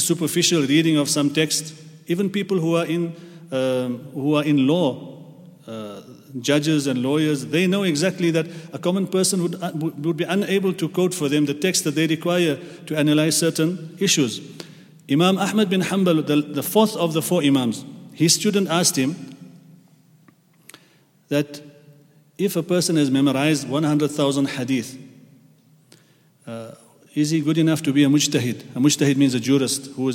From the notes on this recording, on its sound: at the Houghton Masjid (West Street)